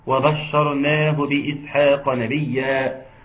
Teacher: ترقيق الواو وترقيق الباء وترقيق الشين، ثم تفخيم الراء ساكن أتى بعد متحرك أو ساكن أتى قبله مفتوح، وبالتالي إن لازم إيه تكون مفخمة.